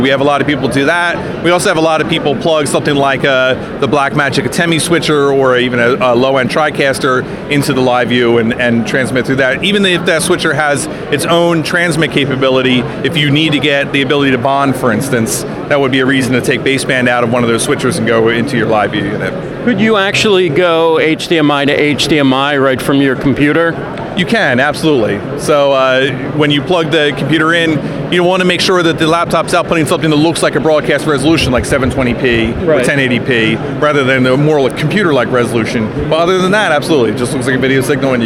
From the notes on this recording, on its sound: Live at NAB. At NAB Show New York.